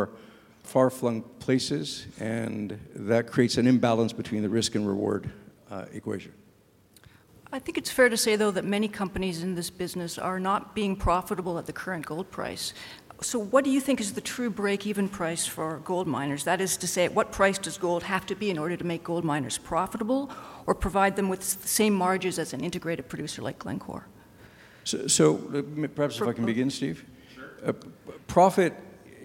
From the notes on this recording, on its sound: this free-wheeling discussion was recorded live at The Northern Miner's Canadian Mining Symposium held at Canada House in London, U.K., on May 22, 2019.